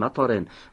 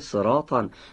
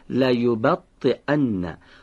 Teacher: حرف تا رو از برخورد روی سر زبان به حد فاصل لثه دندان‌های پیشین بالا و چین خوردگی های سقف دهان به تلفظ در بیارید. دو، هوا رو پشت محل برخورد زبان و سقف دهان حبس کنید، بعد از لحظه ای رها کنید.